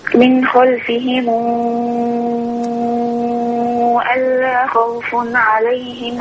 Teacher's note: اعملي صلة الميم مش وراها همزة